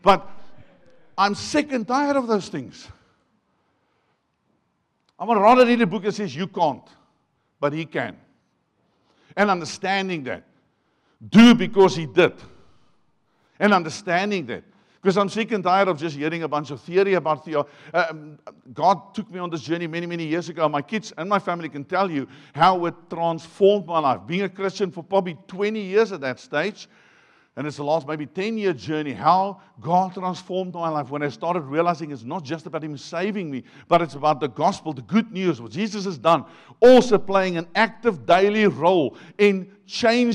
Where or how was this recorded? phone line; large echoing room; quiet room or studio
large echoing room